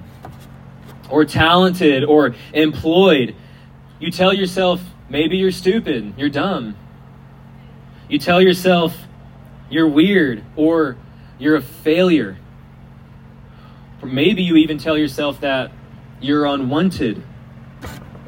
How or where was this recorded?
outdoors